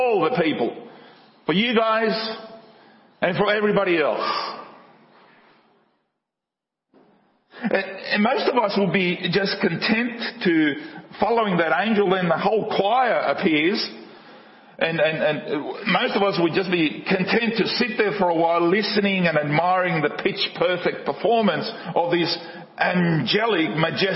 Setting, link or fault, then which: setting, large echoing room